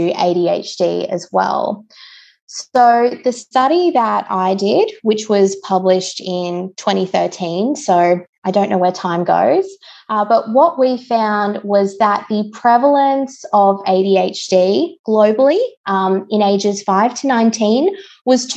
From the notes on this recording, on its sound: Please excuse some of the audio bumps – this was our first attempt at recording over Zoom!